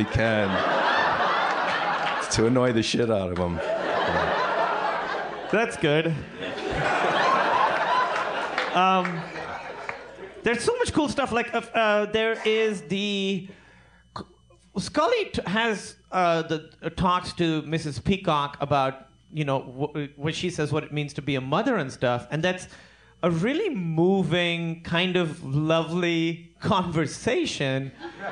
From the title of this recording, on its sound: LIVE From Cinefamily!